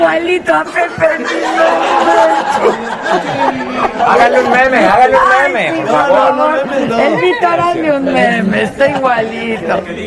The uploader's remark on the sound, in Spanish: Transmisión Especial Desde Morelia Mich. En La 5ta Feria Nacional De Pueblos Mágicos. Se trasmitió en vivo desde Morelia, en la Expo Pueblos Mágicos.